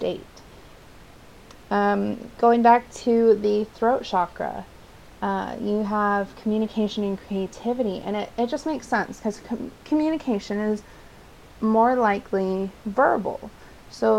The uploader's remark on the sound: For this installment, I recommend a lower volume due to the excessive and obnoxious background noise.